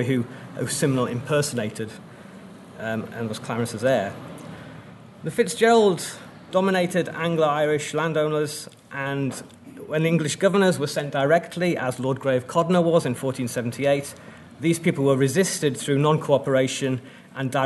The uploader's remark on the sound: At the 2022 Tudor and Stuart Ireland Conference.